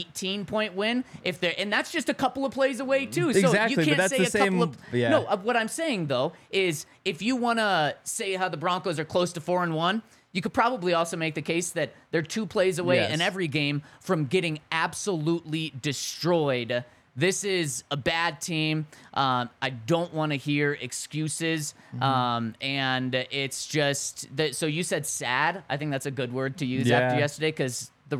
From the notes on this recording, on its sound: coming to you LIVE from the DNVR Bar